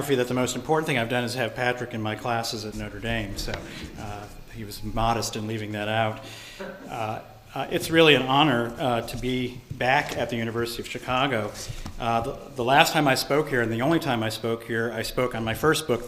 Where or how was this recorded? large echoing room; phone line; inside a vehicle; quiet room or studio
large echoing room